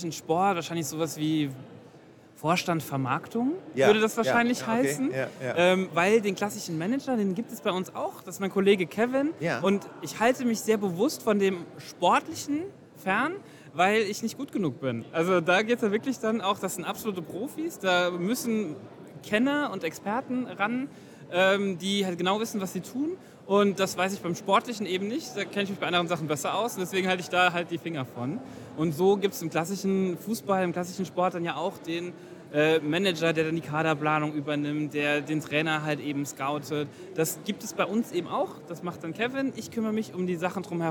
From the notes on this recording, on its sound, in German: Herzlich Willkommen zur Live-Aufnahme unserer packenden Podcast-Episode, direkt von der BRANDmate und aus dem Podcaststudio der Spielwarenmesse !